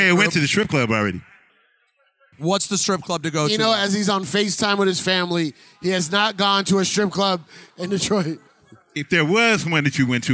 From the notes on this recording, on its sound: Live from Sneakercon in Detroit.